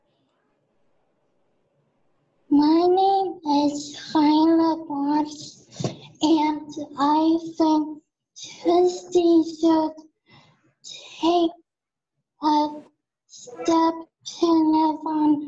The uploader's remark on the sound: Spoke with a zoom roomful of self-advocates. We recorded our discussion live at the conference.